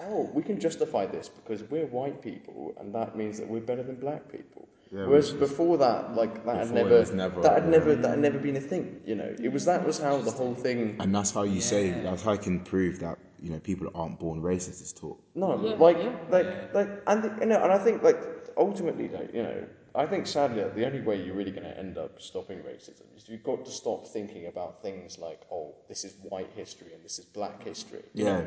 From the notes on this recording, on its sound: Recorded in the Parish Hall, New Southgate, London N11.